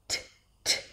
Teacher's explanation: There is a small breath there, like an H, because it's an aspirated T at the beginning of words.